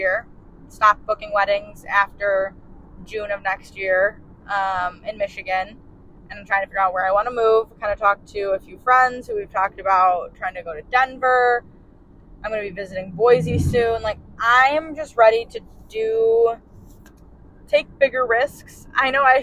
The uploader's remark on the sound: While in Alaska on a solo trip in September. Audio isn't the best quality.